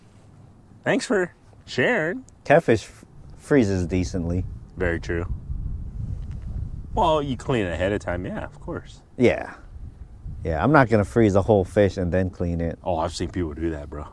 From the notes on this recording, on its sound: It's been a while since we tried to catch fish and record a podcast, try being the keyword here... Our continued weird weather here in Iowa.